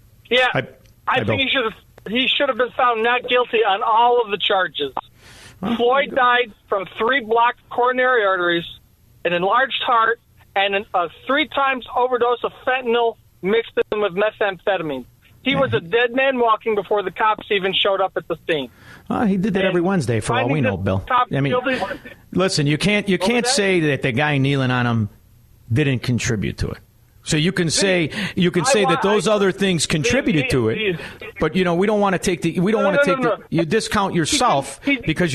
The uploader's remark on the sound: opens the phone lines so listeners can have their say